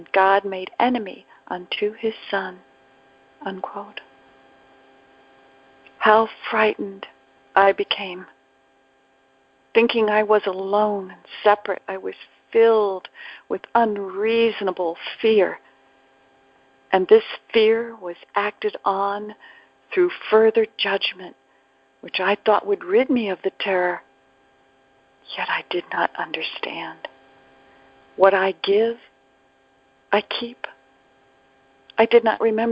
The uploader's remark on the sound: ACIM Daily TEXT Conference Call.